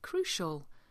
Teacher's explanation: This is one of those pronunciations where you have a C with an I and it sounds like a sh.